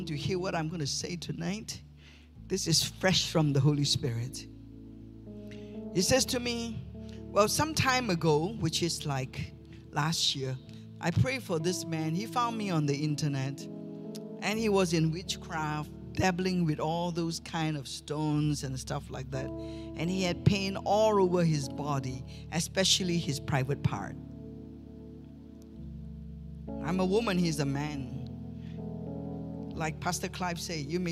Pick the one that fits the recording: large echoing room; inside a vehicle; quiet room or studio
large echoing room